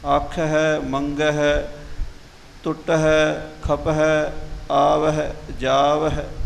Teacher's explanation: ਹਾਹੇ ਨੂੰ ਸਿਹਾਰੀ ਲਾ ਕੇ ਥੋੜ੍ਹਾ ਆਵਾਜ਼ ਨੂੰ ਗਲੇ 'ਚੋਂ ਖਿੱਚ ਕੇ ਲਿਆਉਣਾ ਹੈ